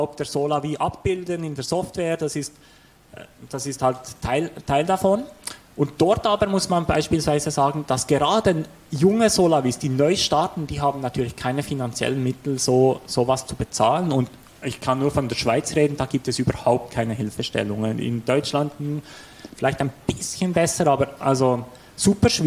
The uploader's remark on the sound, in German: Wir diskutieren in einem Live-Podcast-Format. Statt einer PowerPoint gibt es Bilder, statt Vorträgen ein Gespräch und Wissenschaft trifft Praxis.